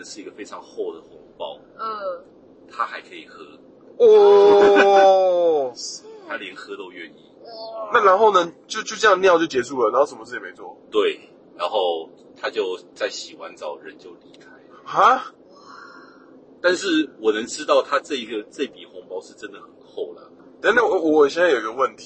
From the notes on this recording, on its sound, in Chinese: 本集節目在紫爆擁堵的國道五號上錄音，音質很糞沿路開車